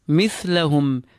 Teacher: the edge of the tongue touching the upper teeth, the upper incisors, and we have air released between them. Mithlahum, feel the ha exiting from the lower part of your throat. · Term: smooth tha